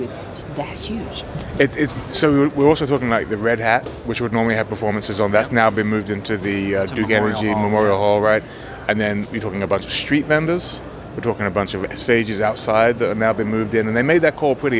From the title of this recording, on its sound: Live From IBMA 2022